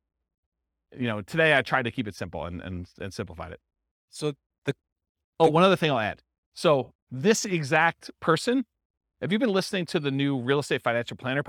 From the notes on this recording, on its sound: This was a live class recorded